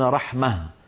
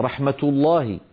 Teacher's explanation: وأغلب العرب في زمن النبوة يعاملون هذه الهاء في الوصل تاء، فيقولون مثلا رحمة الله، وإذا وقفوا يقولون رحمة، ففي الوقف يحولونها إلى هاء وفي الوصل ينطقونها تاء · Term: هاء التأنيث